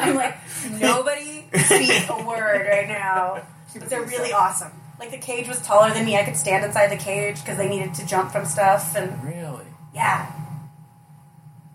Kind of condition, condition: fault, poor sound quality